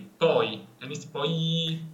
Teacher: poi la O è aperta, come prima, la O è accentata e quindi la I è corta